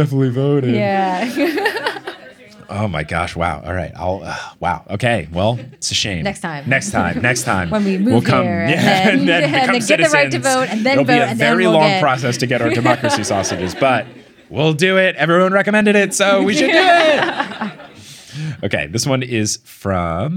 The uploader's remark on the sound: LIVE in Melbourne! With the cleanest live show audio we've ever had.